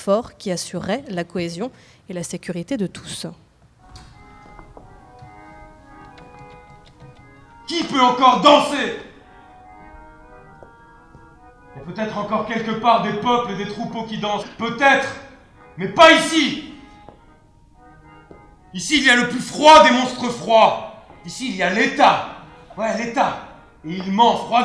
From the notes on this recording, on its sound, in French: émission en public, au théâtre universitaire de Nantes